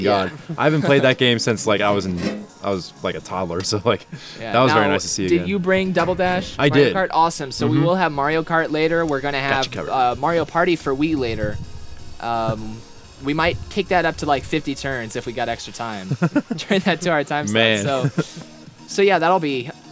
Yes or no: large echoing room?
no